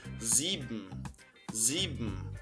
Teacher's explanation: Você vai travar o lábio e vai dar uma engolida no E.